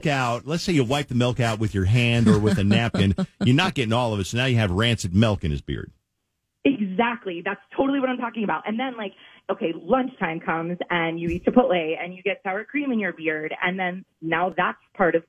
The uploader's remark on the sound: on the phone